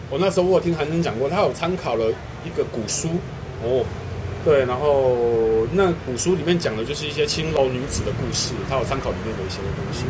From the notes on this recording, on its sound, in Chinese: 錄音地點：台南 牽咖啡